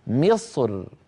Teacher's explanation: فيفخم المتكلم الصاد ثم مباشرة يرقق الراء من غير تكلف